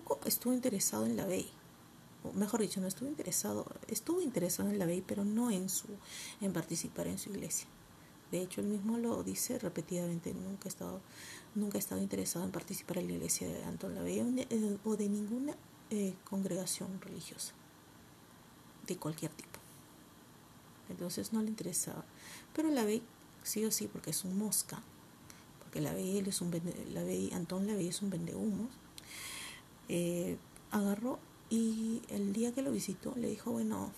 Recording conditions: uneven or low level